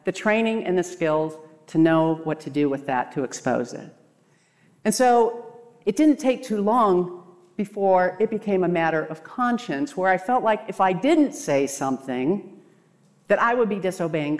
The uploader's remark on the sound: What you’re about to hear is a very personal talk I gave at the 2023 RESTORE conference.